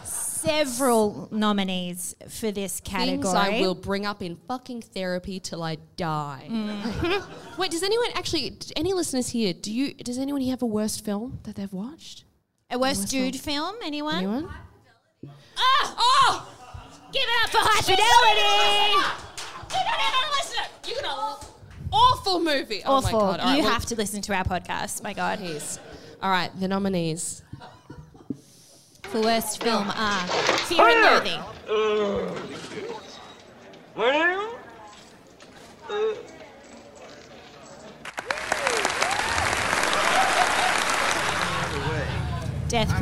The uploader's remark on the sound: Dude Cinema Awards/Farewell Live Show!